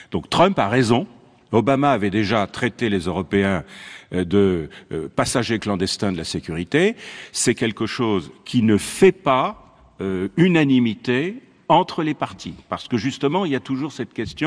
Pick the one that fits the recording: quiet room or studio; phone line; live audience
live audience